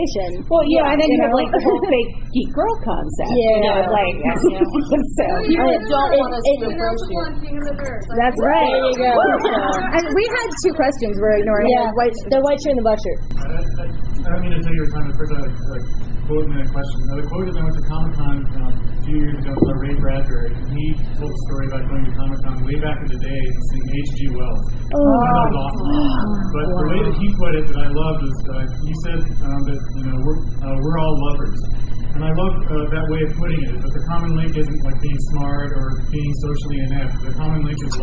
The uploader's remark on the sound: Reality TV and Nerd Culture panel from Dragon Con! I was also surprised to see that the cast of King of the Nerds showed up to hear it!